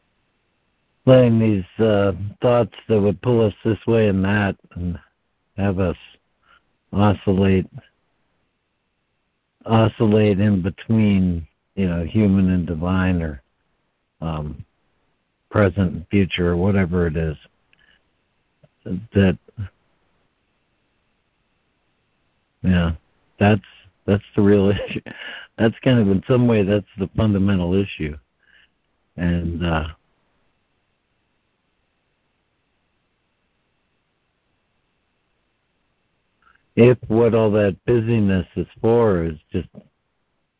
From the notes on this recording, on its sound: ACIM Daily Conference Call.